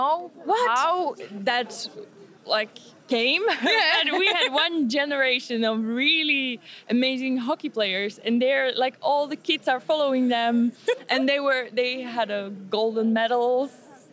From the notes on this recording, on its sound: Live from the Polyglot Gathering 2017. The live clips are. Interviews, impressions and fun from the conference floor.